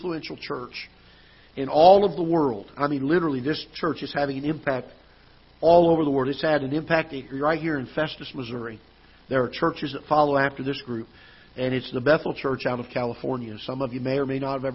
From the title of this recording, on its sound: Ketha Heights Baptist Church ~ Live Broadcast